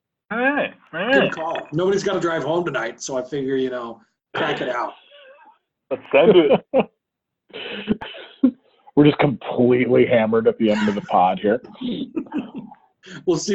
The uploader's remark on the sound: The guys are back together and properly socially distanced by way of a zoom conference call.